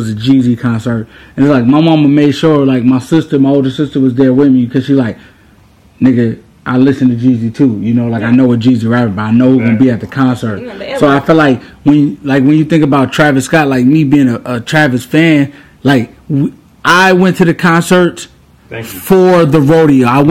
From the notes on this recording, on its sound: Is coming to you live from Satan's asshole...and we've got guests! We're aware the sound is a little...